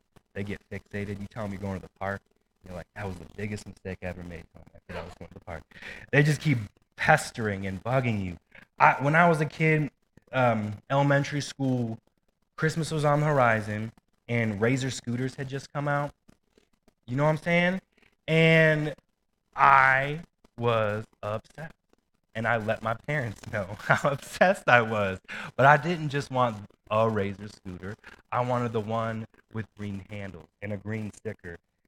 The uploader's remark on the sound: We are having issues with the sound quality of our live stream